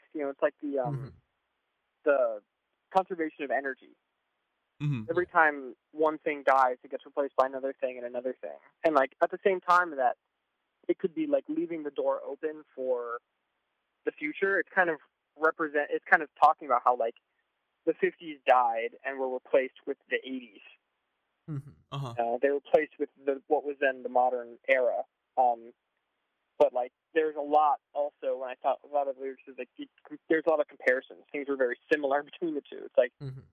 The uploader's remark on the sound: a special live call in show